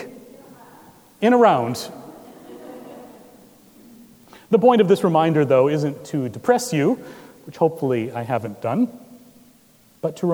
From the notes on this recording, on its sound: At Trinity Presbyterian Church in Bixby, Oklahoma.